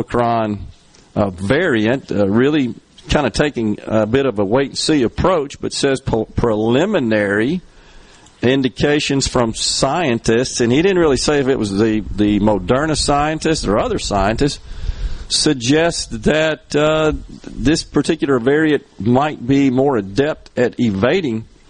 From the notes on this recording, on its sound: LIVE from The Collins Christmas Festival